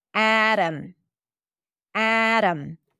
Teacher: the T is a flap T because it's between two vowels in an unstressed syllable. And then the O is reduced because the syllable is unstressed.